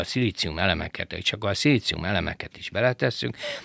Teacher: valóban marad a két í között, ha nagyon akarom, egy ijészerű hang.